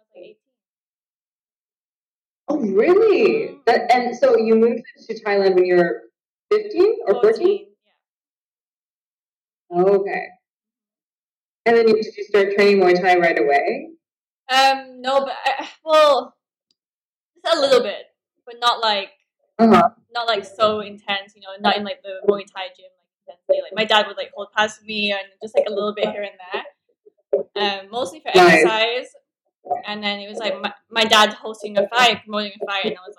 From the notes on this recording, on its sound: Skype call.